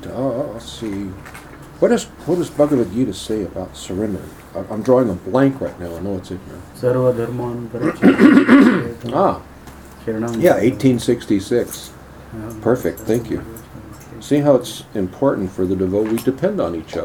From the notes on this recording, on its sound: Tucson. Recorded lectures from accross the USA.